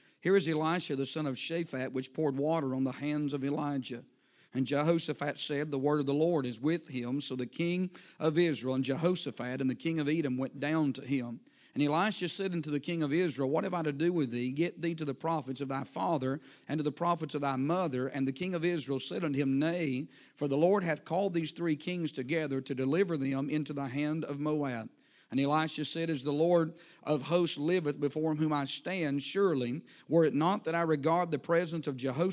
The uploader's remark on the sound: A sermon preached Wednesday Evening